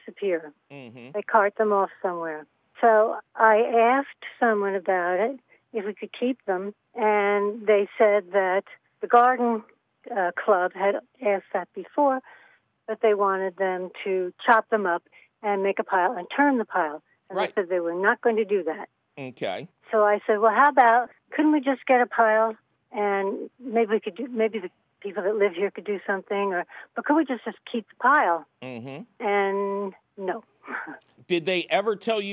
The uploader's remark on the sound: your fabulous phone calls!